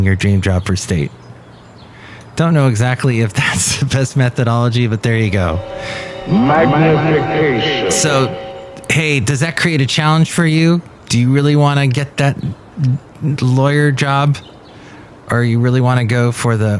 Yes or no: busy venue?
yes